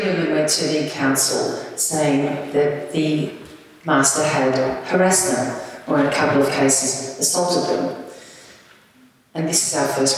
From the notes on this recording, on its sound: This is a live recording from our event.